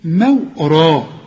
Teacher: يعني الميم والواو مرققين وبعدين الراء مفخمه